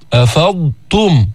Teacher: أفضتم بتبين التاء بعد أن بينت الضاد الساكنة، لئلا يبادر اللسان إلى الإدغام. وكذا حكم كل ضاد ساكنة بعدها حرف من حروف المعجم.